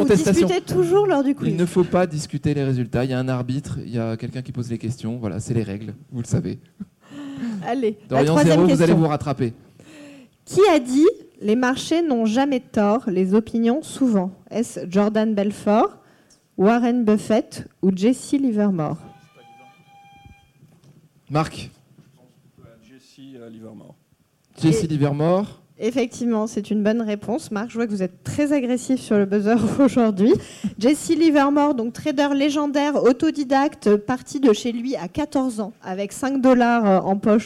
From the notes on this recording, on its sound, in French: Le talkshow du trading en live au salon de l'AT. En live au salon de l'Analyse Technique.